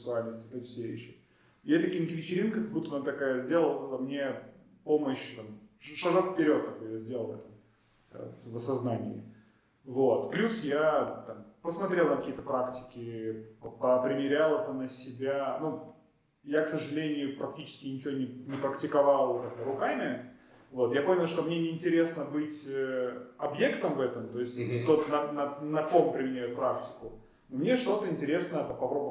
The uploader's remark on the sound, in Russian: Мы записывали выпуск в помещении с ужасным эхо, поэтому звук получился ужасным, о чём я узнал только после окончания записи.